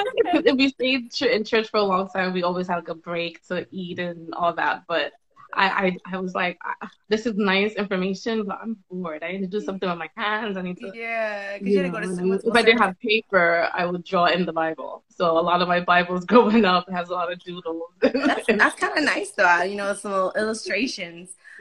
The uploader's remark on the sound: a Live Instagram conversation